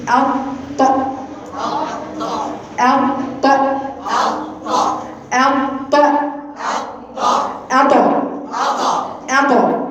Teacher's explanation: ارتفاع اقصى اللسان ده هو اللي بيفرق لي الطاء عن التاء